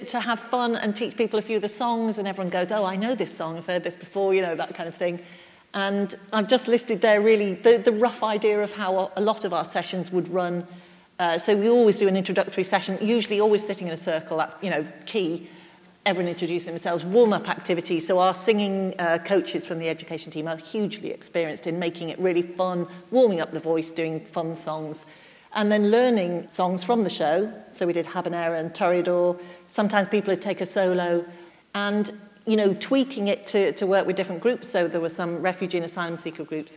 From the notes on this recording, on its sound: Recorded live at a seminar in the Howard Assembly Room at Opera North.